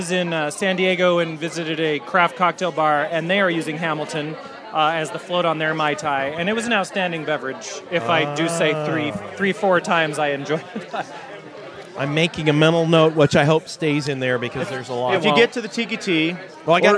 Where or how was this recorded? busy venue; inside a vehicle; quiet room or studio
busy venue